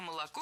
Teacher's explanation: А молоко произносим «ашно», а пишем «ошно».